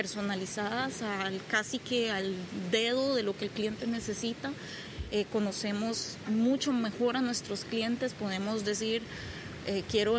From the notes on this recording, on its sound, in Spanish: Un episodio podcast grabado en una playa mexicana, con una costaricense y un colombiano conversando.